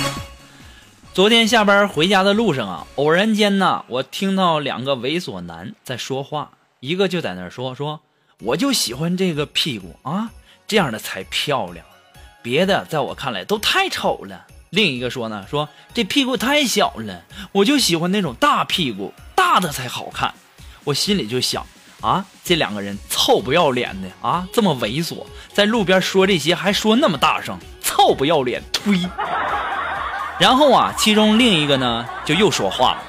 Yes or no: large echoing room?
no